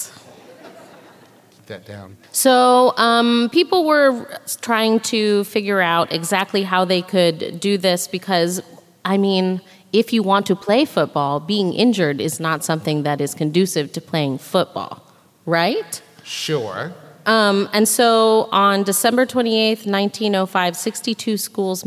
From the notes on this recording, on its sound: This week’s episode is the LIVE show from Columbus, OH!